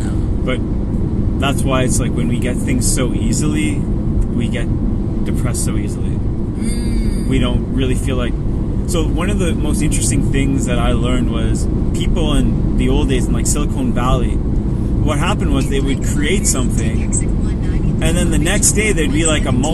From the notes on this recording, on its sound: On the way to a cottage we got into talking about life, love relationships and so much more we felt we needed to recorded it and share. Carcast aka podcast in a car.